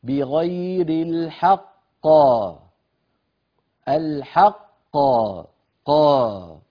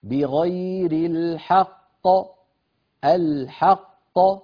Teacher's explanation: القاف لا مط فيها، هذا حرف شديد ولا يجري معه الصوت · Shown in: second take · هكذا بغير الحق الحق ط، ولا نختم بهمزة ولا نمط ولا نعمل سكتة بين القافين.